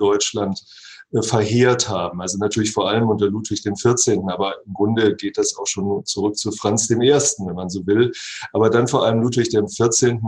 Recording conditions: video call